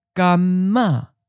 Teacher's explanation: So we take the M ending of gam and start the next syllable with it. So we have ma.